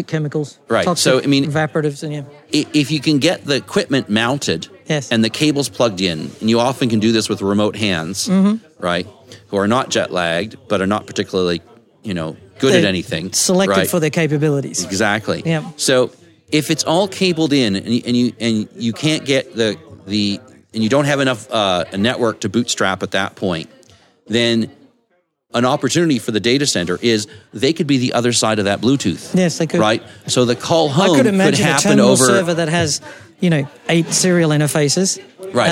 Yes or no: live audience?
yes